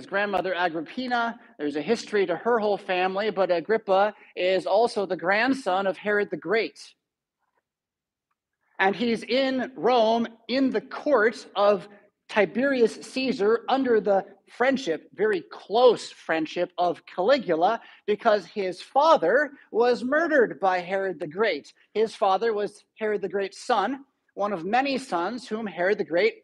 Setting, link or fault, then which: setting, large echoing room